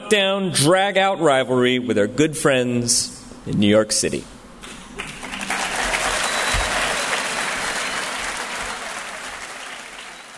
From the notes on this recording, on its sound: In this live podcast episode, two actors playing New York and Chicago duke it out over who will host the coveted 1893 World’s Fair.